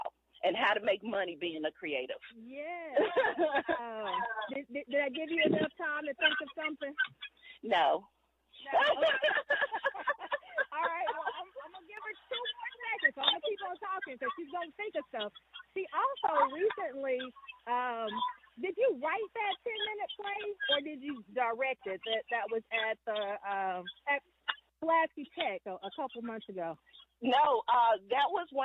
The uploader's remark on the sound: Walk & Talk